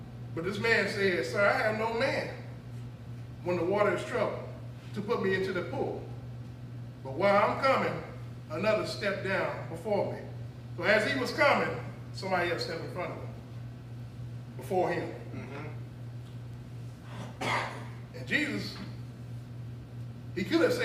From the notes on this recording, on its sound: This is audio of me preaching back in 2021 in Cedar Fork Baptist Church.